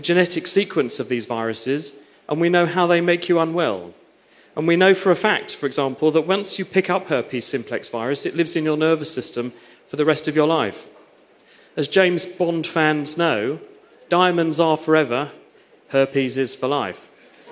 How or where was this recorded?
live audience